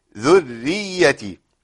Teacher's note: الراء هنا ايه؟ الراء هنا مرققه لانها ايه مشدده بالكسر. ذري مش ذري، ما تجيبش راء الاولى مفخمه والثانيه مرققه، لا لا، الاثنين ايه في حال ترقيق.